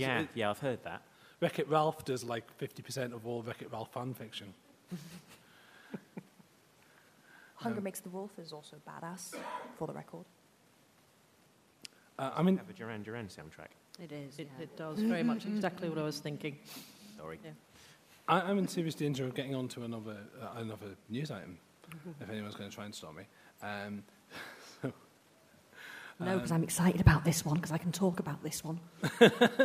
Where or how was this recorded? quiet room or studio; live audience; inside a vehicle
live audience